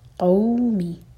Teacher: قوف حلق سے اور ہیوی لیٹر ہے، ساتھ میں وا جڑا مدلین.